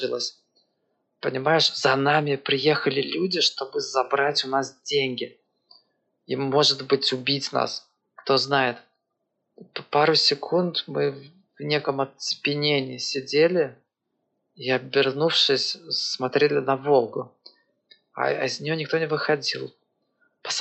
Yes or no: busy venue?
no